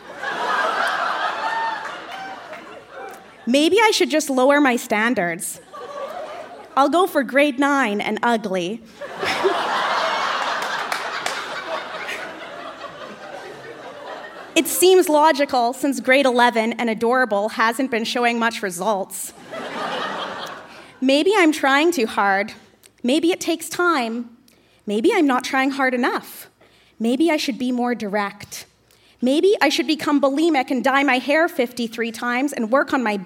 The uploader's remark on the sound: Recorded live at the Park Theatre in Winnipeg.